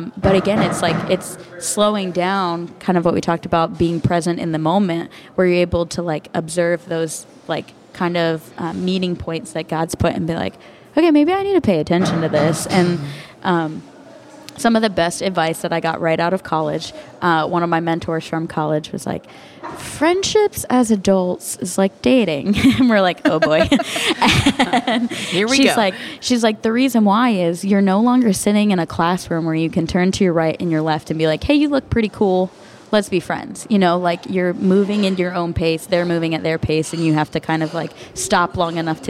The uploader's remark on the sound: This episode was recorded at Amity Coffee Roasters in Greenwood, DE, as we sipped and savored our conversation and connection over the rims of mugs!